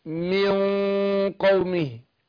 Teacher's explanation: هنا هخفي النون عند القاف بس هفخم الغنة